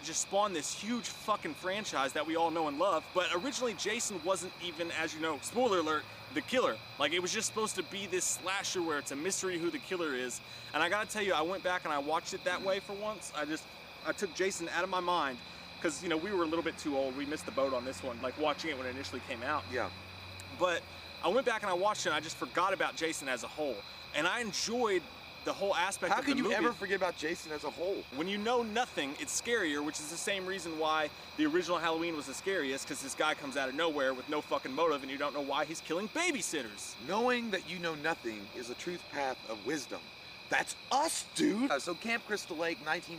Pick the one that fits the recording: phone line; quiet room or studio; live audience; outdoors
outdoors